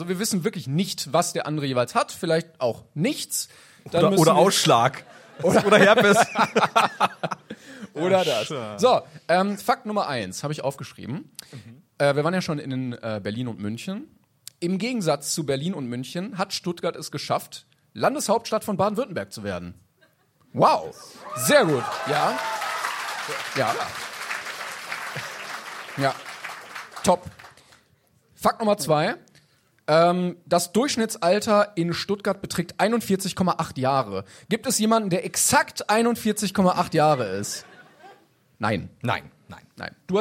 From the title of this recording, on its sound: Live in Stuttgart